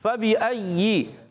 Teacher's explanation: فا ادا ہوتا ہے اوپر والے دانتوں کے کنارے، نیچے والے ہونٹ کے تر حصے سے